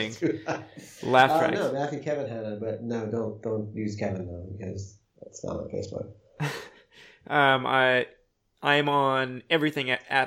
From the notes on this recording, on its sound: We didn't have headphones so the audio is captured twice.